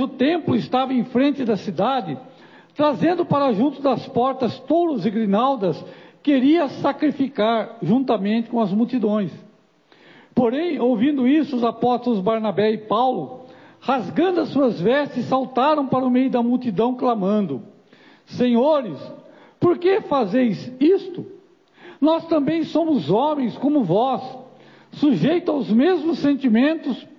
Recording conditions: large echoing room